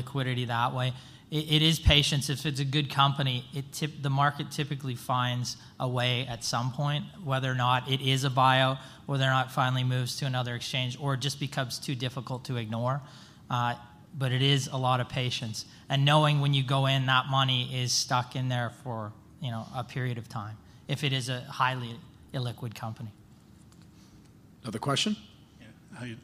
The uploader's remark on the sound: the Planet MicroCap Podcast: LIVE panel recording that we did at the Planet MicroCap Showcase 2023 at the Horseshoe Hotel & Casino in Las Vegas